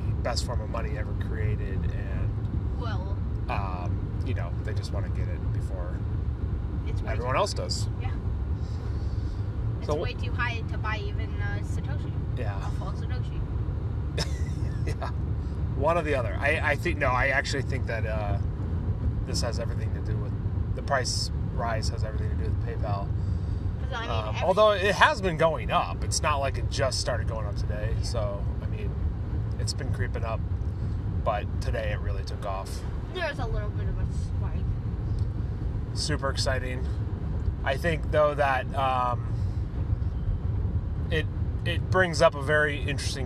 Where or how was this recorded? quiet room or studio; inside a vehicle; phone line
inside a vehicle